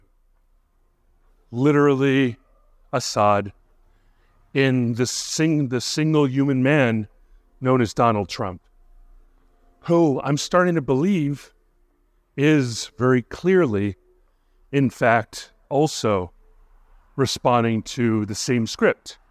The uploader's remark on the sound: A Walk-and-Talk Episode. As he strolls through his surroundings, with the caveat of anticipated pauses due to human interaction. Needing to pause his narration due to passers-by, thereby ensuring an authentic walk-and-talk experience for the listeners.